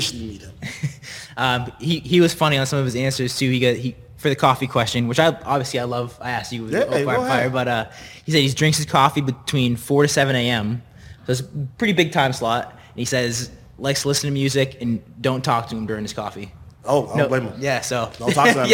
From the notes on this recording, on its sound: The 2023 Invictus Boston Invitational Live Podcast. Out first live in house with a studio audience + live stream podcast. Newport Home & Drone // Lost Art Photography for the Video/ Audio Production, Drone Footage// Post Production.